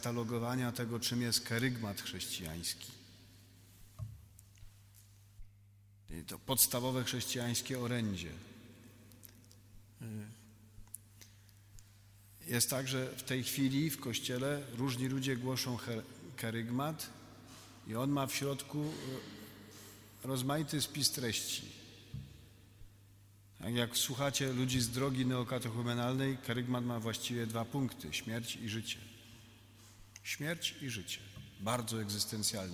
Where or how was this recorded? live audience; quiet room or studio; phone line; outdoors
live audience